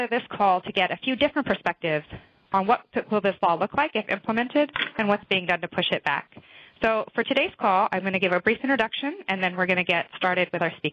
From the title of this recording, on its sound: Full Conference Call